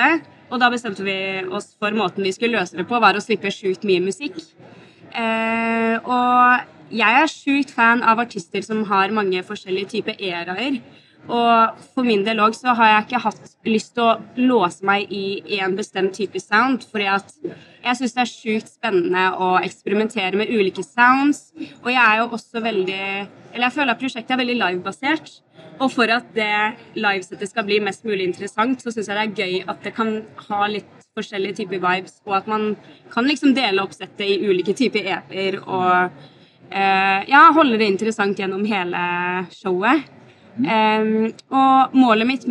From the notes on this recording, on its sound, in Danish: I vores andet interview på SPOT Festival.